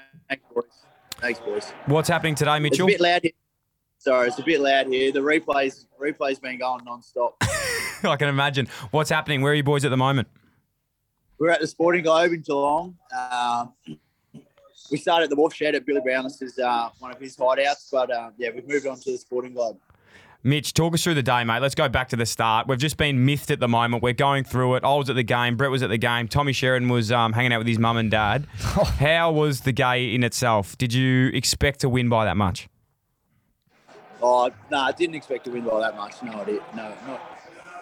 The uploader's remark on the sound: live from Mad Monday